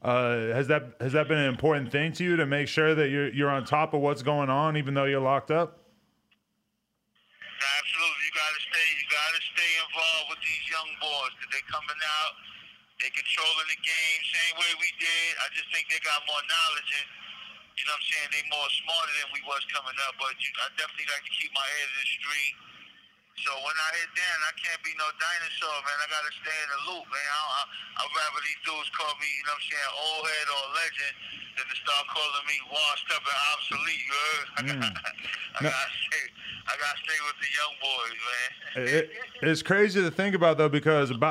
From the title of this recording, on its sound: Phone Interview